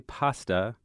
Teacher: Americans use this vowel, the ah vowel, like as in want or wash, for that foreign A generally, where Brits would more likely use that ah sound as in wag or whack.